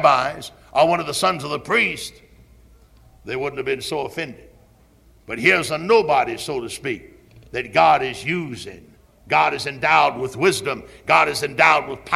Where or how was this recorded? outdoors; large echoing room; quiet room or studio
large echoing room